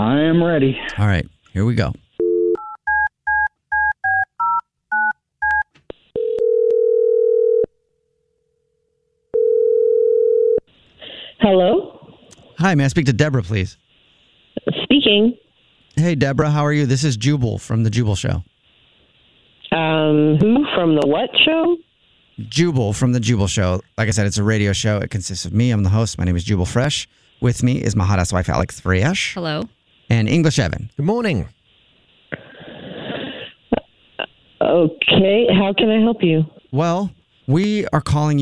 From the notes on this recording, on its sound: When his date gets on the phone, it's a different story, and chaos ensues!